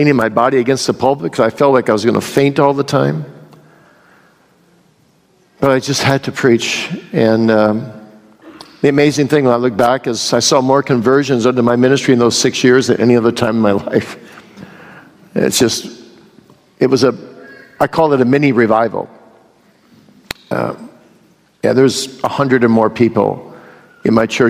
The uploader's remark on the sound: Q & A from the 2022 Boise Reformation Conference. The question-and-answer session from this year’s Boise Reformation Conference.